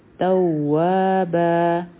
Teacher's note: تا او واو به یو ځای کو، دلته به دوه واو ویلی کیږي ځکه چې په دې باندې شد دا دی، او دا حرفی مد دا دی، دا مدی طبعی دی، او دا په اصل کې بن و، په با باندې تنوین و، او مخکې الف و، لیکن چونکې دلته کې مونږ ادریږو، نو دا به اوس ویلی کیږي توابا، دا مدی عوض عن التنوین جوړ شو.